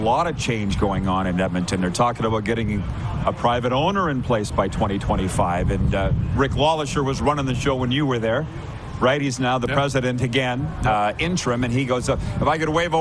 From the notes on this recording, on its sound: LIVE from the Beachouse in Pompano, FL